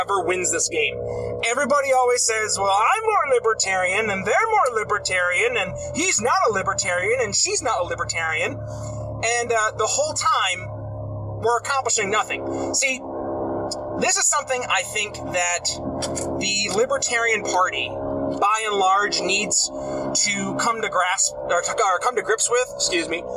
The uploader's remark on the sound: For the first episode of Traffic Tuesdays, I'm driving home from the gym